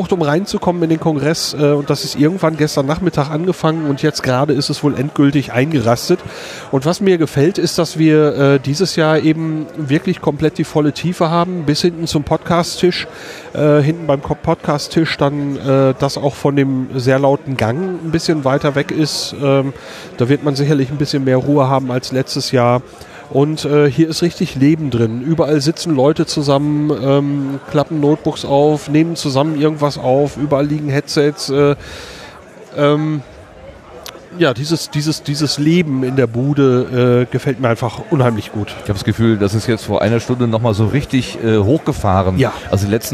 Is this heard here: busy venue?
yes